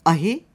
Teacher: Cömert anlamına gelen ahi sözcüğünde A ve İ sesi söyleyişte kısadır